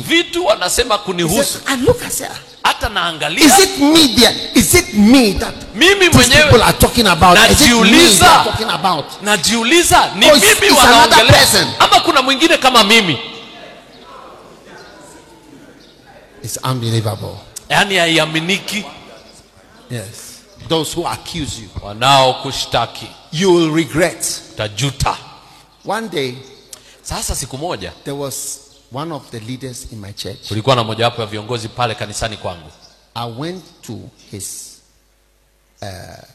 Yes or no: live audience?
yes